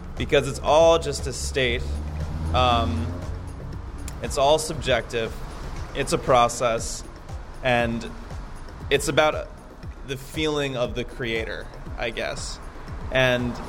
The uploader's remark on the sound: Backstage at the Biltmore. The Biltmore was too loud and outside was too rainy, so we ended up standing in the doorway at the top of a long set of stairs that ended at rush hour Kingsway--this is why you can hear both traffic and the echoes from the long hallway while we chat.